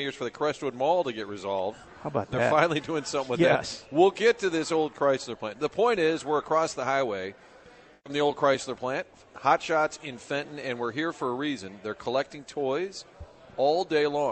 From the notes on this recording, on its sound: broadcasting live from Hot Shots in Fenton